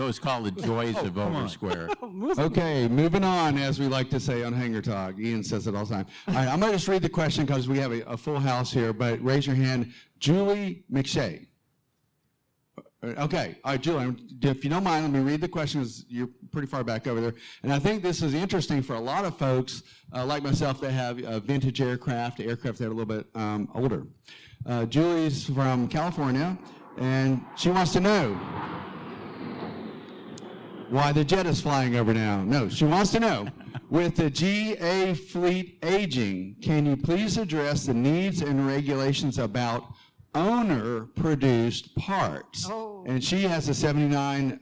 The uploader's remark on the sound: Live from EAA Airventure 2023, check out our second in-person show.